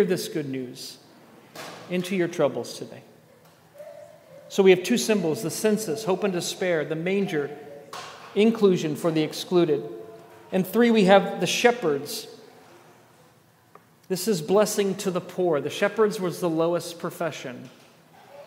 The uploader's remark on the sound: at The Table evening worship gathering on Sunday, December 24.